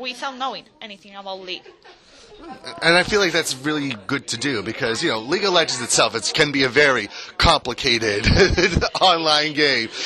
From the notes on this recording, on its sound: Took on PAX East 2023 with great tenacity, and he's got the audio to prove it! Chats with many developers on the con floor (and maybe one or two in a different location)!